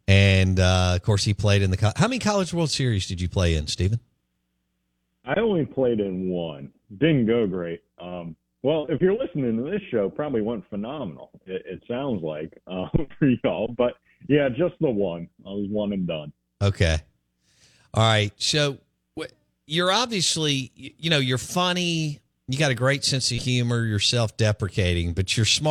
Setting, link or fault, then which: link, phone line